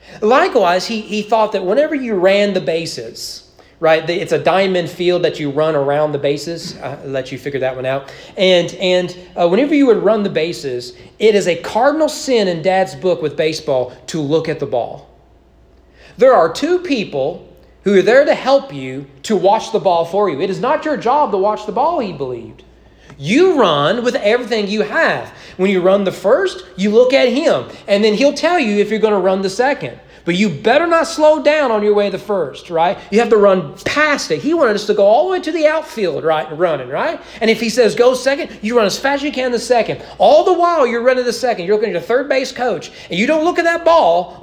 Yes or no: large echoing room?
yes